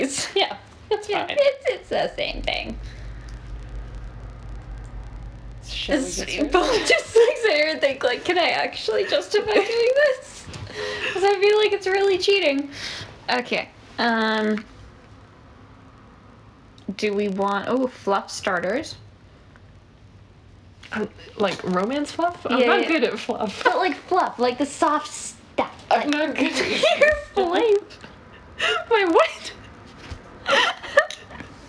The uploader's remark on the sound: We are still having technical difficulties but I think it’s better than last time.